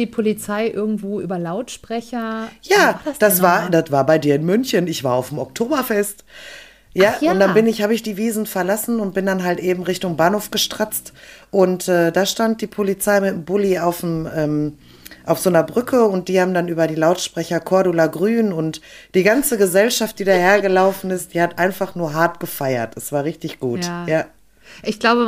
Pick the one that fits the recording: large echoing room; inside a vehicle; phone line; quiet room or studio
quiet room or studio